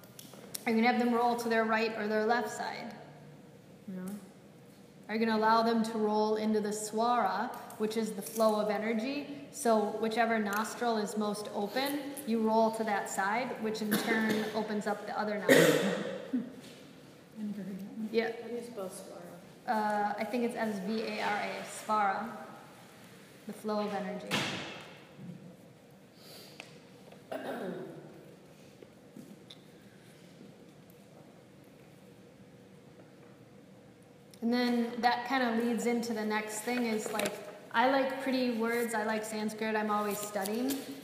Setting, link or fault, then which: setting, live audience